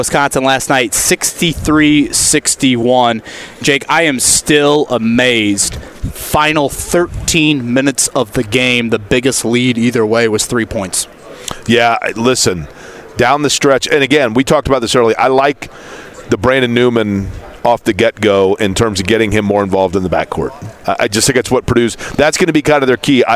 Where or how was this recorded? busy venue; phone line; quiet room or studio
busy venue